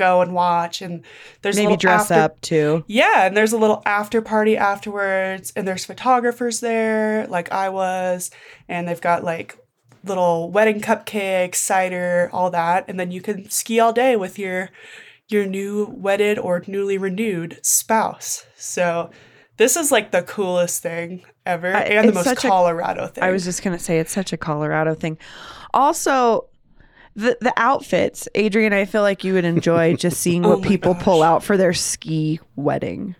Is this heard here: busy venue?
no